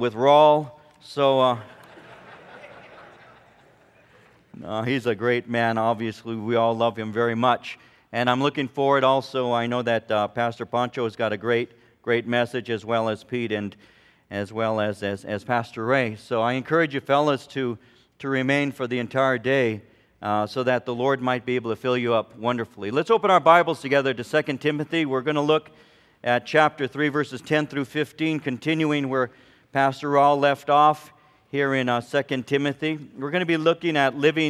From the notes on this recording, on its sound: From the 2005 Southwest Men's Conference, Godly Living in Perilous Times.